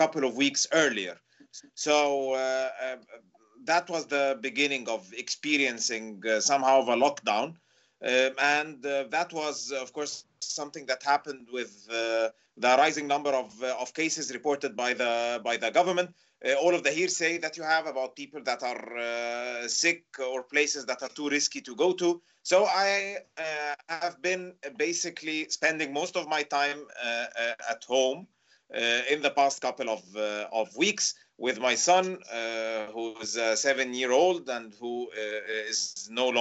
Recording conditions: video call